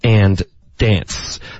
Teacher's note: 这个 and 这个字也弱读成 n